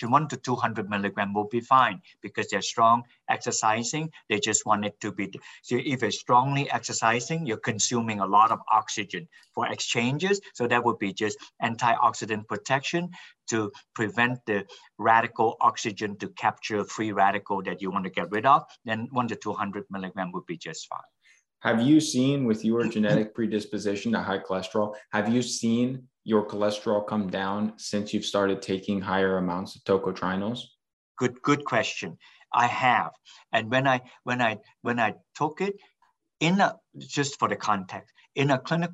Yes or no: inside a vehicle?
no